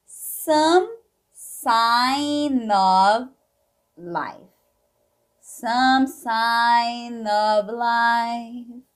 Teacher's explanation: Esse F tem som de V